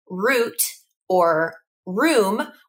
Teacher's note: a word like root or room, which naturally create lip rounding because of the vowels that are in those words